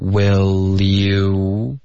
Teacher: will l 的音跟 u 连读